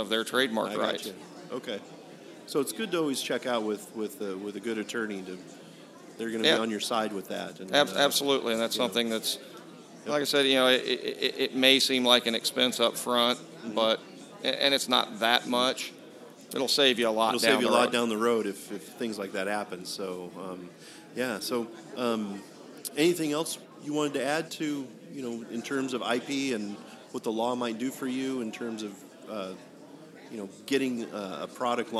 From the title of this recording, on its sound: Live before an Innovative Audience